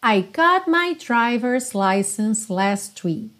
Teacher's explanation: o T do got você quase não ouve